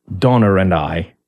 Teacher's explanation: but it ends in like an A, and the next word starts with a vowel, and there will be a phantom R that drops itself in there